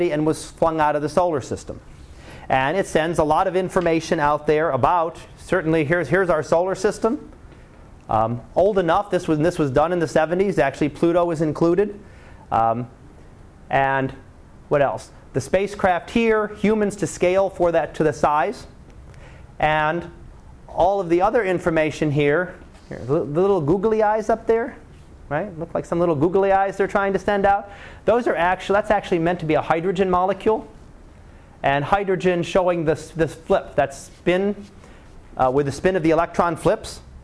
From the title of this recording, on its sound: Live Class Lecture